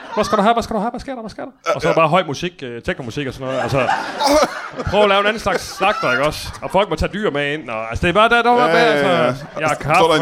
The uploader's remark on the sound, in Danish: LIVE fra Tobbers i Kolding